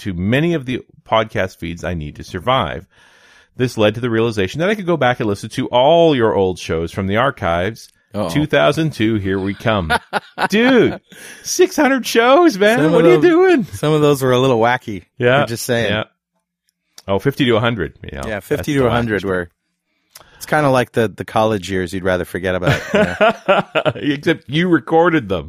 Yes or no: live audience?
no